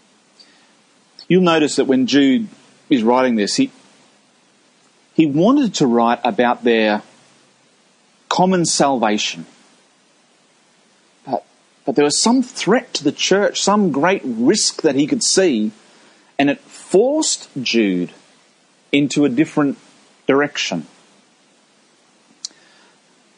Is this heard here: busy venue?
no